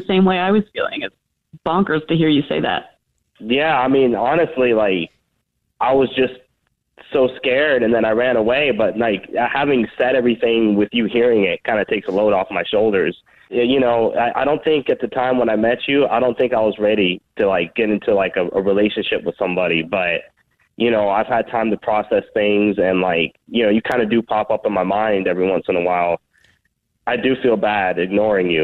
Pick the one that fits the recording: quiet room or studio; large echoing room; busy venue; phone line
phone line